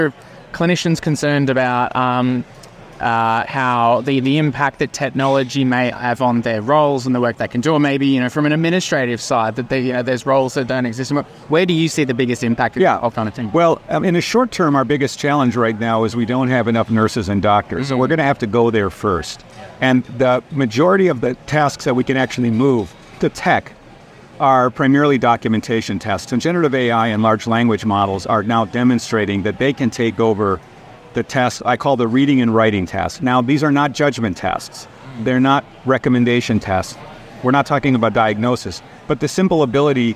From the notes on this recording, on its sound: Recorded during the bustling HiNZ Digital Health Week in Hamilton, New Zealand, this collection of interviews provides a valuable snapshot.